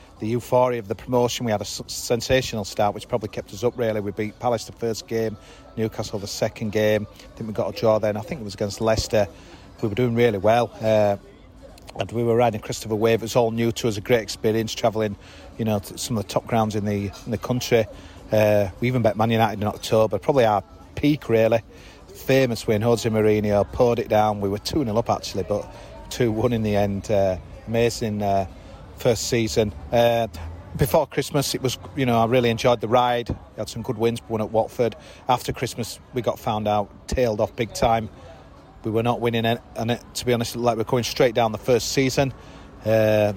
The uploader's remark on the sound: Pre-match podcast from the pub. Met up at The Distillers in Fulham Palace Road.